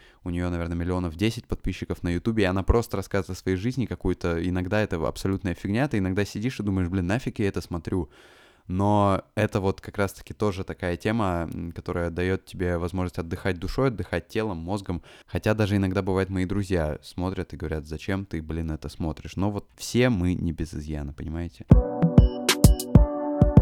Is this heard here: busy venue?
no